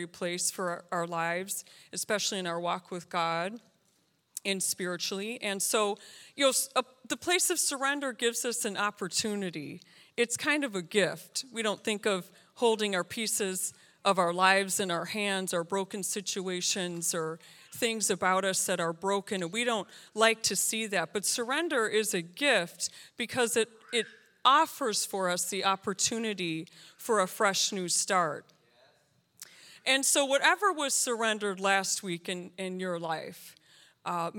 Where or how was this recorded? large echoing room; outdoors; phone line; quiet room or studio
large echoing room